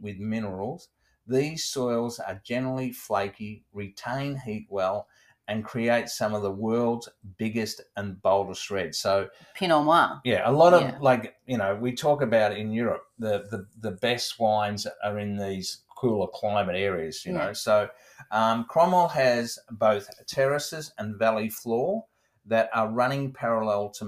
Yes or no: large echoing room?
no